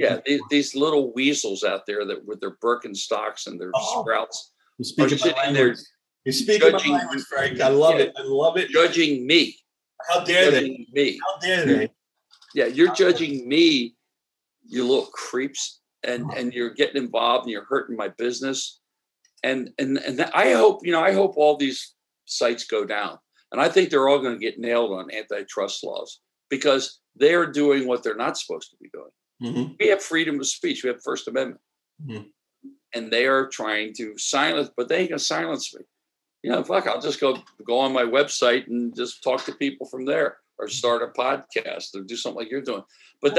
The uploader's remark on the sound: Sunday Sauce via Zoom.